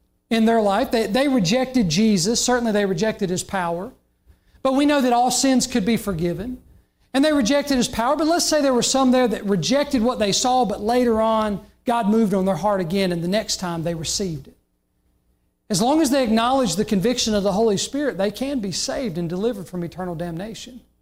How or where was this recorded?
large echoing room